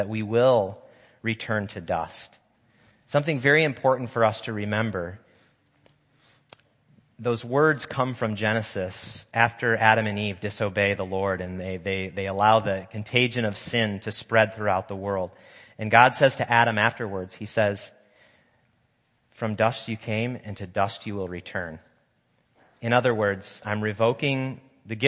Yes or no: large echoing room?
yes